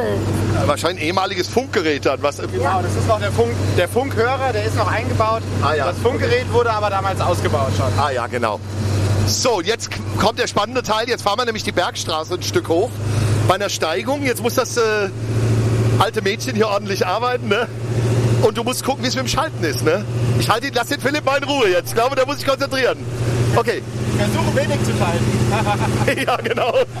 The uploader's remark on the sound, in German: Live aus dem Großtanklöschfahrzeug BJ 1976.